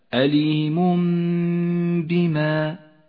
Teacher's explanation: المثال التالي على حكم الإقلاب في قوله تعالى وعذاب أليم بما، أليم بما، التنوين وبعده حرف الباء، الحكم إقلاب، يقلب التنوين إلى ميم نقف عندها حركتين، ولذلك لونت هذه الميم باللون الأخضر إشارة إلى موقع الغنة.